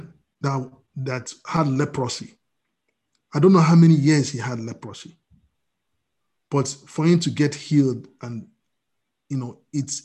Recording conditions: video call